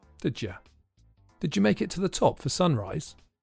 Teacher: Here the subject and the auxiliary verbs are weak forms. Did you is pronounced did ya.